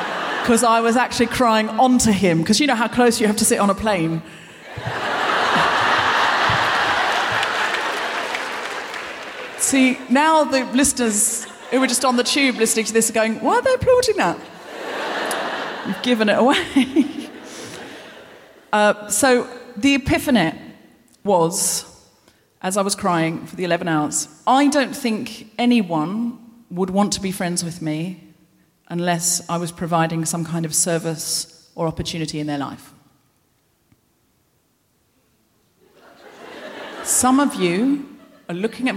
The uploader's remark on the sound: Recorded 7 March 2020 at The Royal Festival Hall in London.